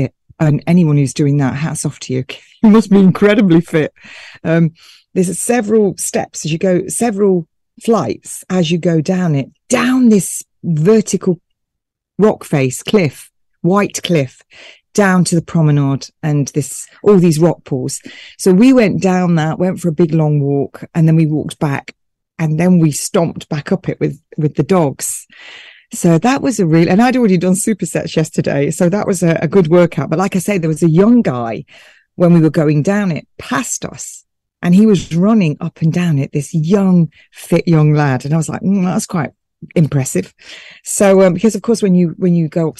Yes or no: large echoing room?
no